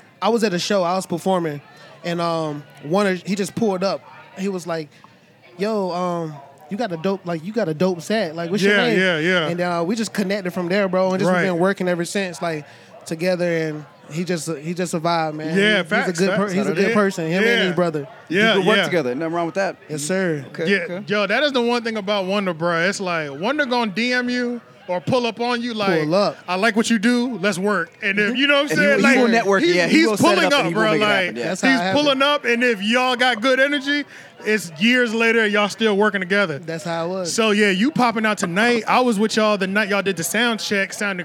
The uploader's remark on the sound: we had the pleasure to host a Live podcast at their tailgate event